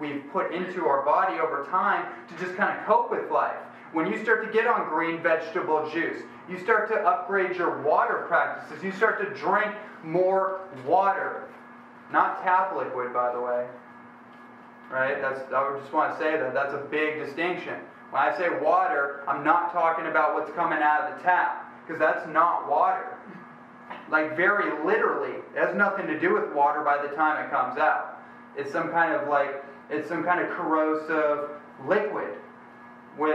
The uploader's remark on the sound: This is a special never before heard recording from a dynamic lecture. In Tuscon, Arizona during a book tour in 2014.